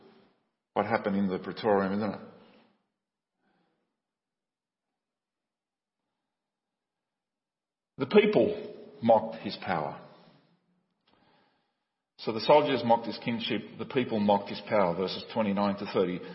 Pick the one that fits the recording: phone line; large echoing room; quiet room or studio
large echoing room